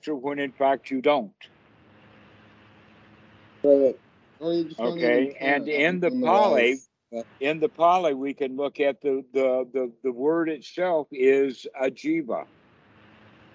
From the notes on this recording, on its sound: skype calls